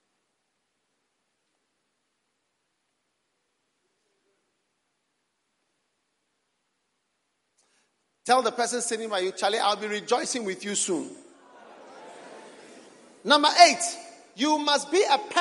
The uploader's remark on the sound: Preached at the Prophetic Encounter Service.